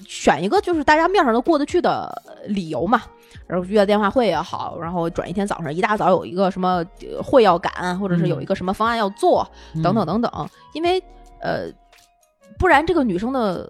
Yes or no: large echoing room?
no